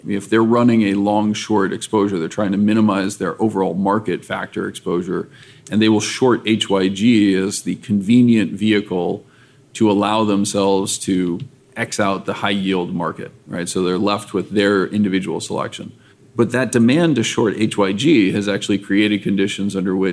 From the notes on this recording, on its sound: In a first for the Flirting with Models podcast, we recorded this episode live at the ETF Exchange in Miami in early April 2022.